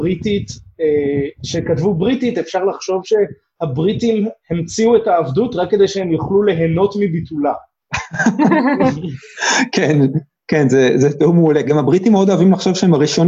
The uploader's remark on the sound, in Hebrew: הרמת הקלטה דרך זום